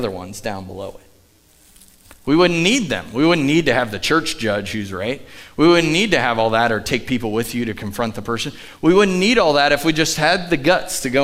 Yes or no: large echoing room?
yes